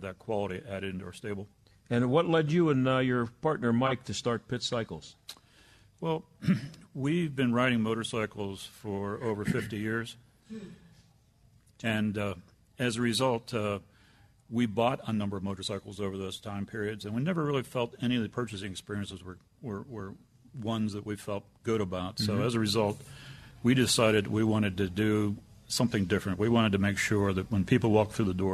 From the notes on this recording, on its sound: Welcome to Pitt Cycles in Warrendale. Broadcasts live from the premiere cycle shop in between Cranberry Township and Wexford.